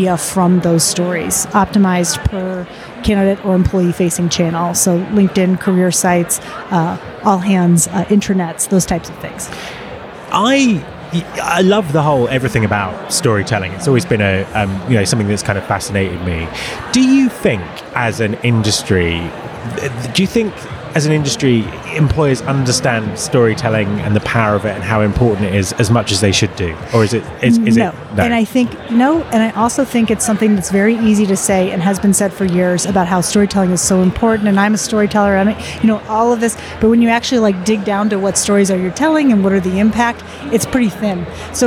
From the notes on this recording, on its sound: at the recent UNLEASH America conference